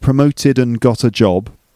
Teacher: And the d at the end of and gets cut. So you get promoted and got a job.